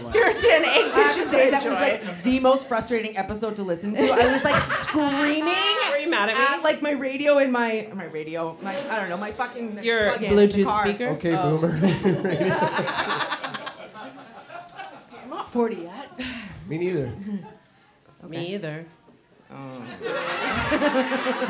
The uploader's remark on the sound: OUR FIRST LIVE SHOW! Live at The Mint in Victoria BC.